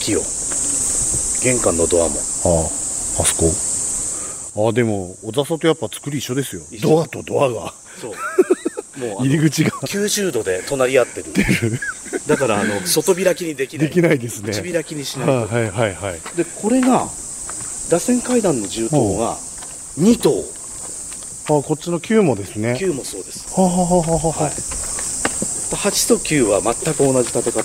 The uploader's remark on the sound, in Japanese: 久しぶりのロケ収録！北九州市の下到津団地にやってきました。